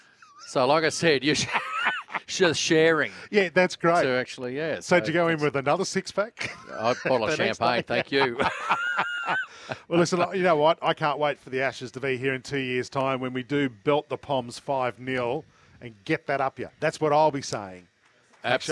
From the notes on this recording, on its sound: LIVE from Ian Healy Oval.